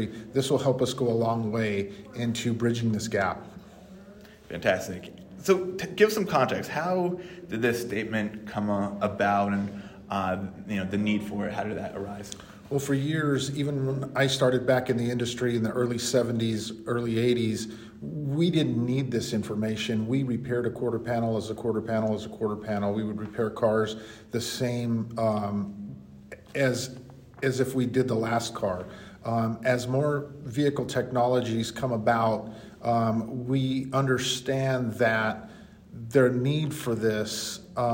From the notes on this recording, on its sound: On the sidelines of the Collision Industry Conference (CIC) in Indianapolis.